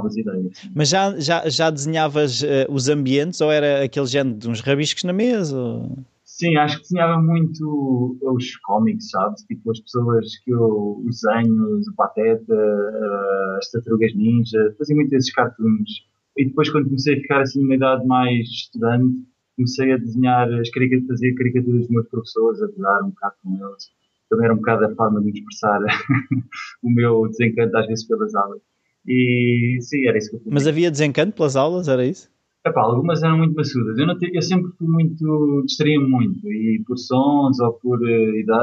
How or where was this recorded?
video call